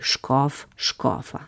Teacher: se ta škof že izgovarja široko tudi v imenovalniku in potem po analogiji široko tudi v rodilniku